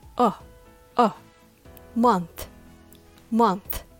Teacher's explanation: Man versus men. Now, month is pronounced with the uh sound like mug, run, or sun